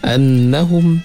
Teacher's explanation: Kafaru macam ismum fasil, kita baca dengan dua ataupun empat harkat. Annahum, nun itu ada syaddah, kita dengung dengan dua harkat